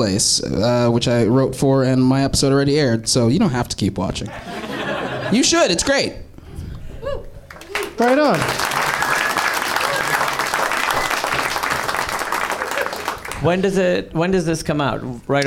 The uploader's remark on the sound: Live from the NerdMelt Showroom in LA